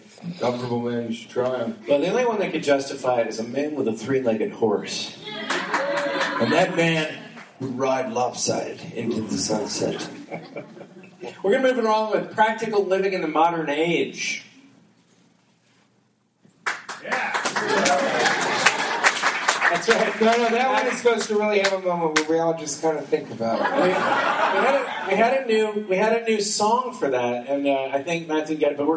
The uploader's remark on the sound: Live from the Sheraton!?